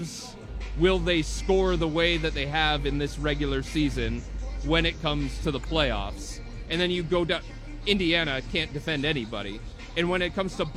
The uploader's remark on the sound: live from Rocket Mortgage Fieldhouse